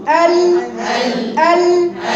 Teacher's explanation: ان في حته في المخرج مقفول وحته في المخرج مفتوح فبالتالي حصل عندي صوت تواصل · Term: التواصل في اللام